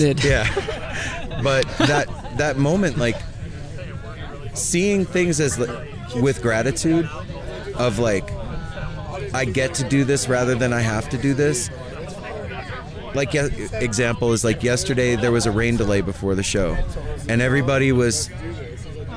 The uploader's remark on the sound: We're back live from the lot at Dick's.